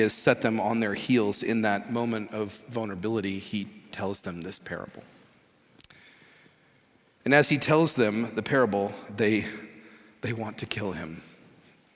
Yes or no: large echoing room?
yes